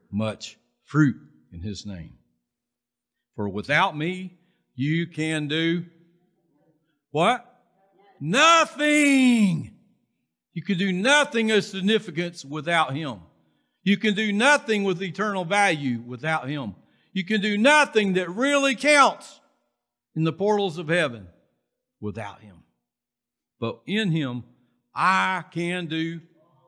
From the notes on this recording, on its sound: Recorded from South Gate Fellowship in Duncanville, TX on Sunday, November 14, 2021.